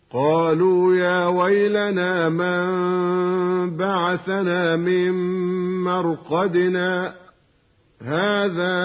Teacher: بدون تنفس على كلمة مرقدنا · Term: السكت